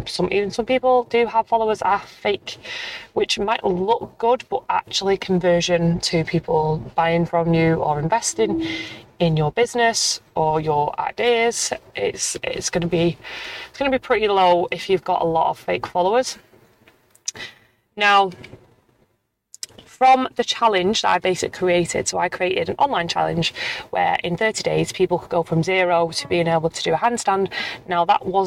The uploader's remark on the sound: Throughout the episode, I'll be sharing my thoughts and experiences while driving through traffic